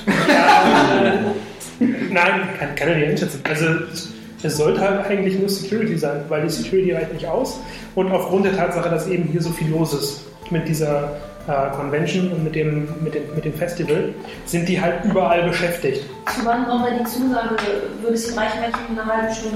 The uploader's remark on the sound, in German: Am offensichtlichsten ist, dass jede Folge in einer Live-Runde aufgenommen wird, deswegen kann ich mich nur schon einmal von vorne herein für die schwankende Qualität entschuldigen. Leider gibt es diesmal keine extravagante Audioqualität. Dies liegt zum einen an dem bereits zu Beginn angesprochenen Mikrofonproblem, zum anderen an kleinen Dingen, die bei einer solchen Runde gegenüber einer Internetrunde auftreten – Würfelgeräusche, Stuhlschieben und all den kleinen Problemchen.